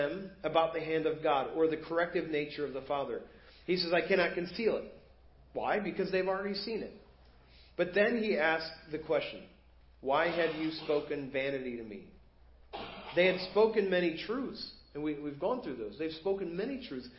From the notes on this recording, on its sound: Preached at First Baptist Church of Hazel Park